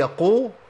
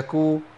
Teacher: انا عندي القاف هنا قلنا اقصى لسان، تحتيها على طول الكاف، يبقى لساني لو اتزحلق سنه كده هجيب ايه؟ الكاف.